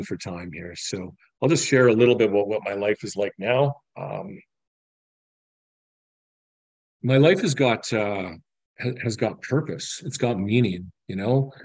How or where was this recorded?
video call